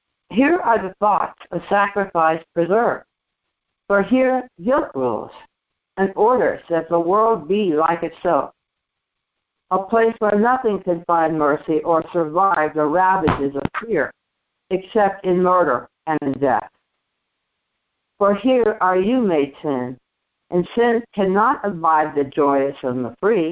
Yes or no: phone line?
yes